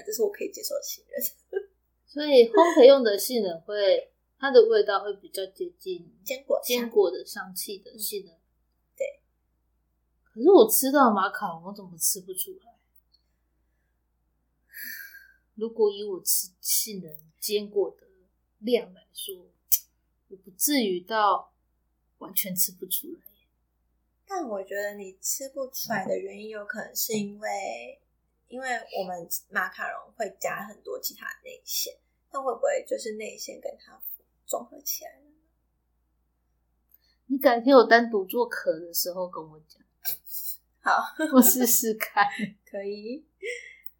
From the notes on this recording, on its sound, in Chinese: 這集有較多雜音。